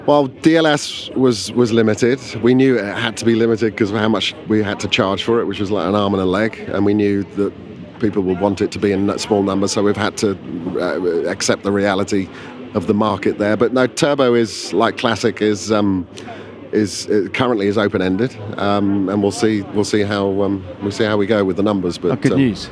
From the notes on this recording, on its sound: For this year’s Goodwood Festival of Speed, we took our microphones with us